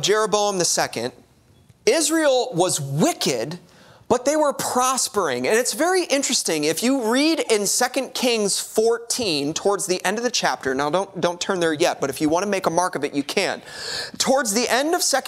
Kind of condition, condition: setting, large echoing room